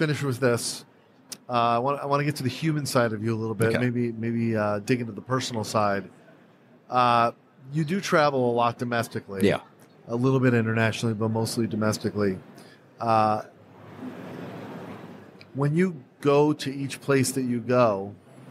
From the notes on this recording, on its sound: On location at Online Retailer 2019. The Live Podcast Series with NORA Network and Mouthmedia Network made a triumphant return to the Online Retailer expo floor.